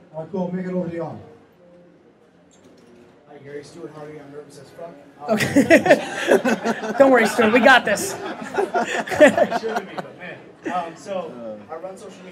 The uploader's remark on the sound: Interview at Startup Grind Los Angeles. At Expert Dojo's 3rd story deck on 3rd Street Promenade in front of a sold out crowd.